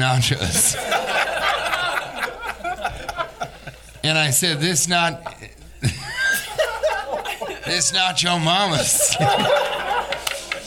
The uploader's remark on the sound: Live from Virginia Beach Funny Bone